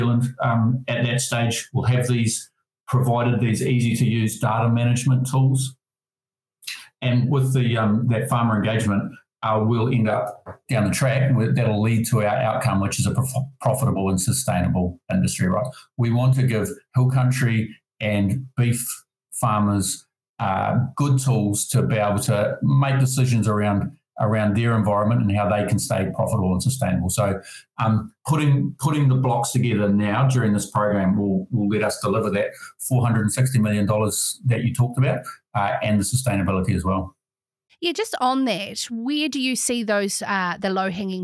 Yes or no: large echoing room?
no